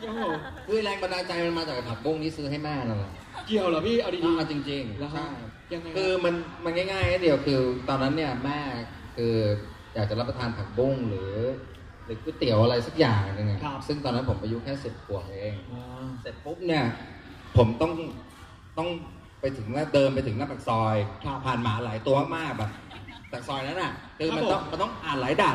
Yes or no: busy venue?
yes